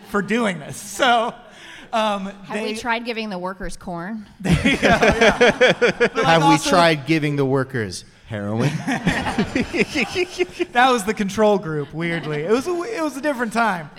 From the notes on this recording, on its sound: joined live in New York at the Now Hear This podcast festival